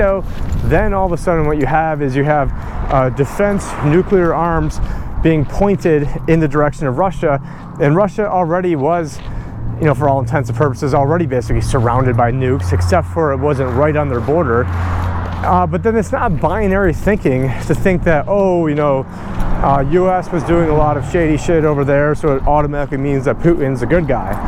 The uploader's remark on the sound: On this walk and talk